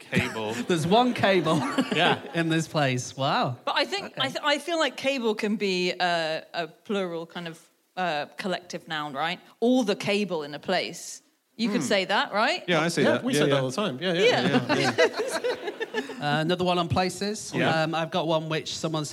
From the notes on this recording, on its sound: Live from the Bloomsbury Theatre, London